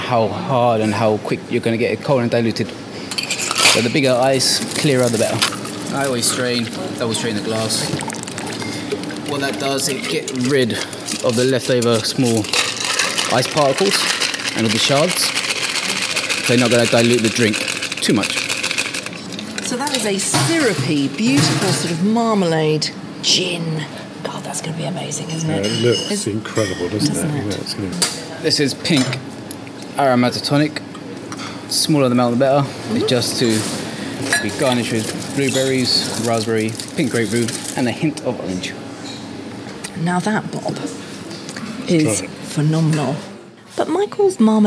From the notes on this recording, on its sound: Celebrates the 10th anniversary of one of the fastest growing super premium gins in the UK at the busy Bar Bohemia in Brighton.